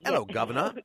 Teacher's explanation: So it's just, it's there's not much space in the mouth. So everything's kind of squished. The soft palate is low. · Term: Cockney